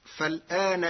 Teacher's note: قرأ ورش كلمة فالآن بنقل حركة الهمز إلى الساكن قبلها فتصير فلانا مع ثلاثة البدل، وهي من لغات العرب.